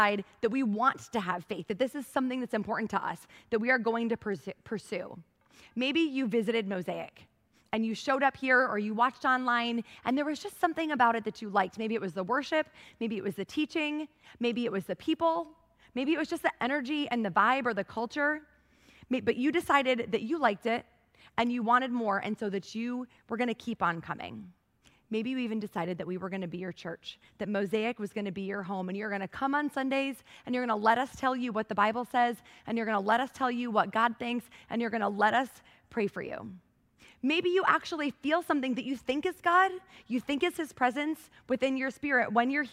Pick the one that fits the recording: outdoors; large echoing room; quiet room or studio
large echoing room